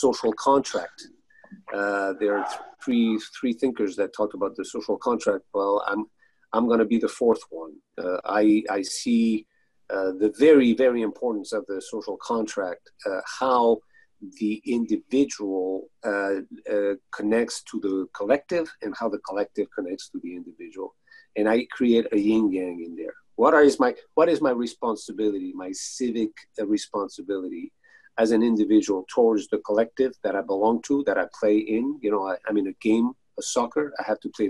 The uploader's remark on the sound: From 6-27-2020 Zoom meeting. Thanks for listening and enjoying the four parts making up the Zoom meeting session.